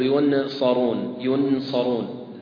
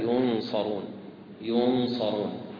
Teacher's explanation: فعندنا مثلا في الكلمة الأولى صف، حرف الصاد، إذا جاءت نون ساكنة أو تنوين بعدها حرف الصاد فإنك تخفي هذه النون وتسترها · Shown in: second take · Term: الإخفاء